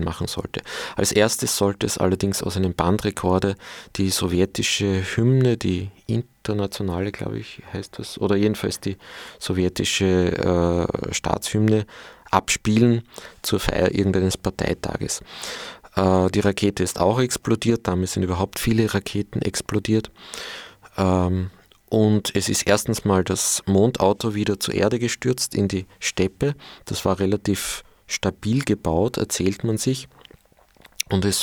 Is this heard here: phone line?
no